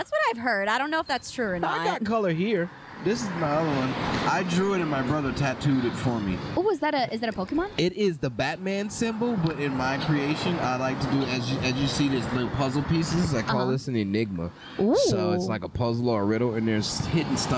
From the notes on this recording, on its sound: outside our home for poetry, Avant Garden.